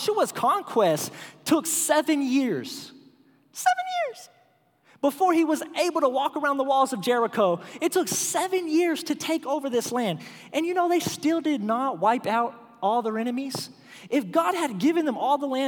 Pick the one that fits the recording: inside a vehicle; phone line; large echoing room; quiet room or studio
large echoing room